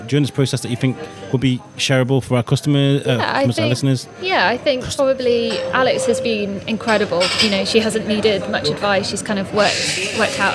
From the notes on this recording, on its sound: Recorded at Daily Brews in Shrewsbury